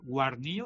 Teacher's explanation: aquí desaparece la D intervocálica